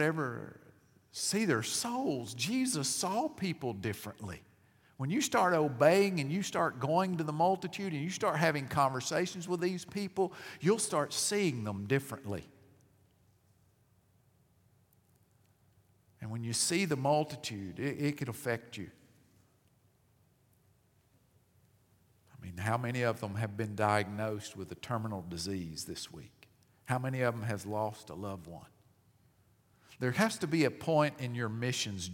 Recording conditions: large echoing room